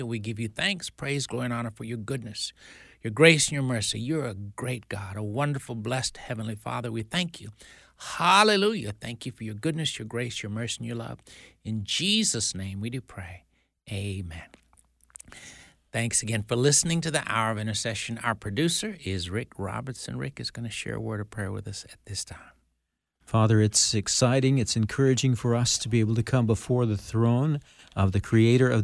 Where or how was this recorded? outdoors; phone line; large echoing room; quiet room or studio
quiet room or studio